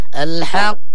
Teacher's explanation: الحق لأنه مشدد ونحن لما نقف عليه لابد أن نقلقله لكي نبين المشدد.